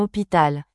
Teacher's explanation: Le H est muet en français, contrairement à l'anglais « hospital »